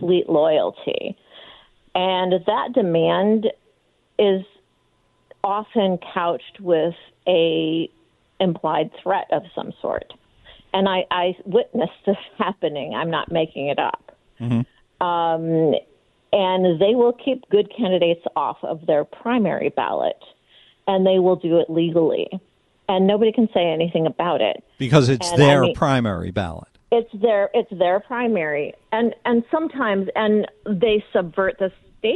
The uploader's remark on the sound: takes phone calls.